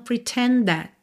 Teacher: Pretend termina em D, mas você já está começando that, que começa em T. D e T são feitos aí no mesmo lugar, então pretend that, ok?